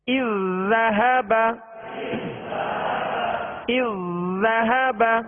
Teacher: زال زال میں مکمل داخل ہوگی